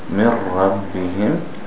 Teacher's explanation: You don't even hear anything left of the noon. · Term: Idgham